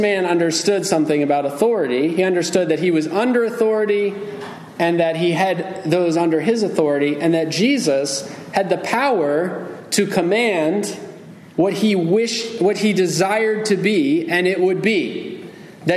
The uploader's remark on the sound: Message delivered Sunday, July 9, 2023 at Mt Carmel Primitive Baptist Church, Bel Air, Maryland.